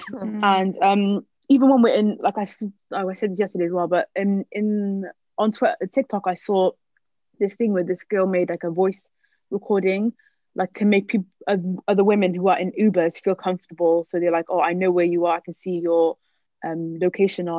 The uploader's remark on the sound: we recorded on Zoom so sorry if the audio isn't the best